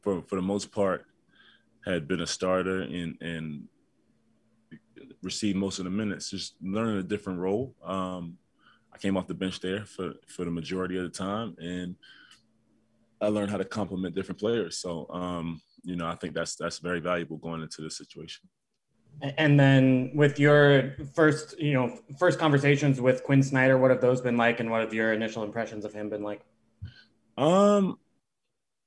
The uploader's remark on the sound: Had his first media conference as a member of the Utah Jazz via ZOOM on Monday afternoon.